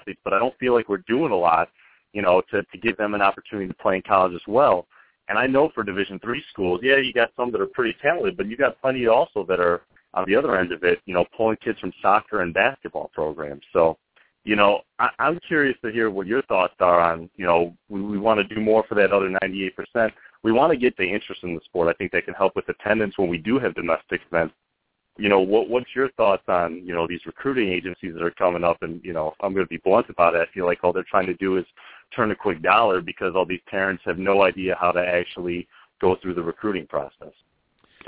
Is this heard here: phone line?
yes